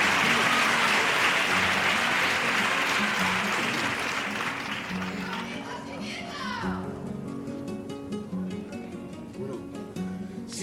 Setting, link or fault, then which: setting, live audience